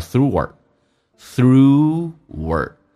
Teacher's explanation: through 跟 hour 有一个连音。我们刚刚有讲过元音跟元音之间的连音不是加 wa,就是加 ye。那这个加个 wa,叫 thrower